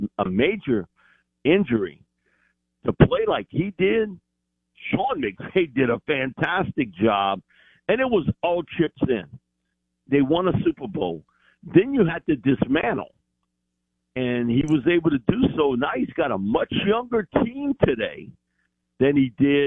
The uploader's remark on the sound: In the second hour of the show live in the BankPlus Studio. Joins the show on the Farm Bureau guest line.